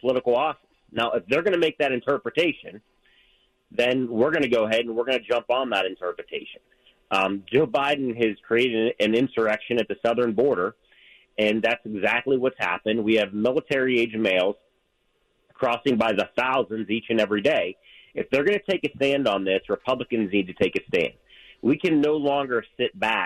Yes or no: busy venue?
no